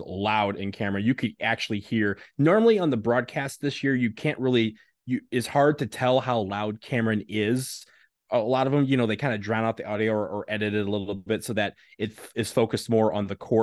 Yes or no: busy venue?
no